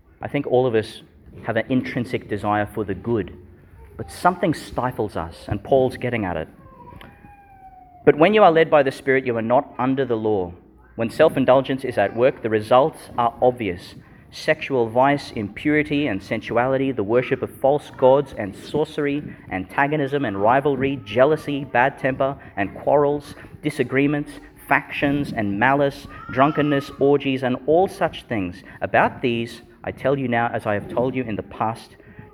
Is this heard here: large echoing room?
yes